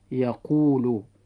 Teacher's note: لاحظتم إخوة الإسلام أن كلمة قال جاء حرف المد في هذه الكلمة بعد حرف القاف مفتوحة، وقيل جاء حرف المد وهو الياء مكسورا بعد حرف القاف، وجاء حرف المد الواو بعد الضم في يقول. ومقدار مد كل حركة من هذه الحركات في الكلمات السابقة حركتان، وهذا ما يسمى بالمد الأصلي